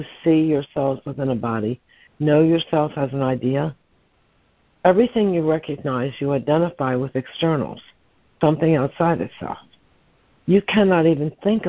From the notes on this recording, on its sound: ACIM Daily Conference Call